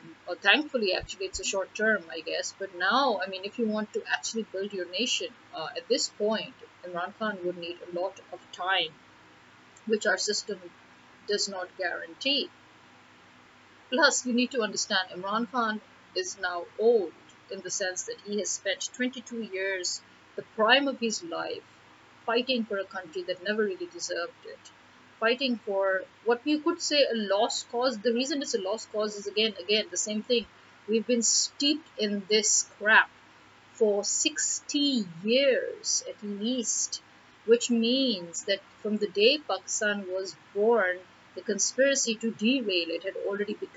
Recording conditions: distortion